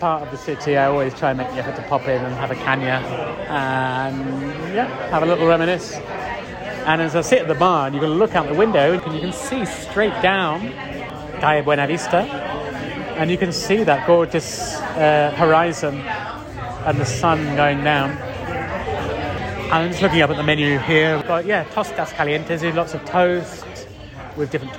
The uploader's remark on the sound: A beautiful spring evening wander down one of my favourite Madrid streets — Calle de Santa Isabel. We’ll be taking in the sights and sounds with stop-offs in El Cine Doré (Cinema and home to Spain’s national film archive), San Antón municipal market, El Amor de Díos Flamenco school, Bar Benteveo.